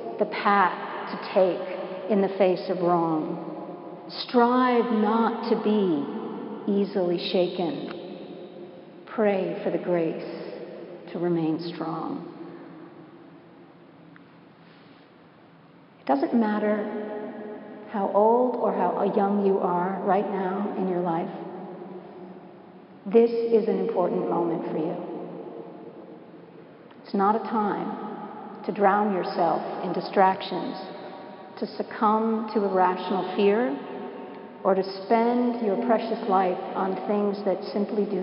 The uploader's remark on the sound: Preached at Washington National Cathedral